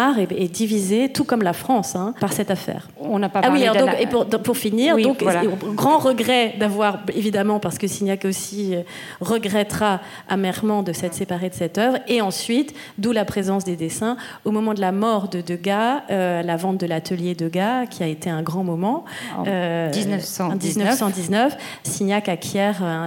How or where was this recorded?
live audience